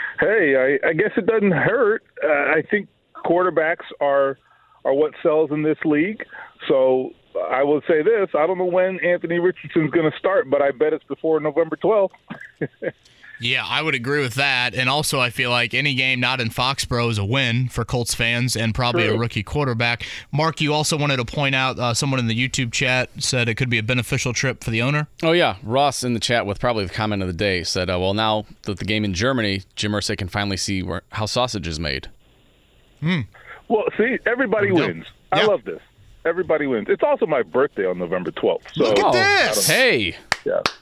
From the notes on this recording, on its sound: Calls in live from graduation! Our proud graduate gives us an update from Kokomo and how he’s feeling on graduation day.